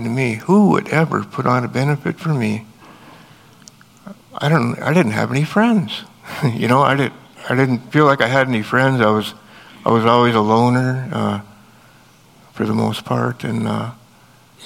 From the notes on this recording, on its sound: Audio from our Thanksgiving Eve Service that was held November 23rd at Lighthouse Church.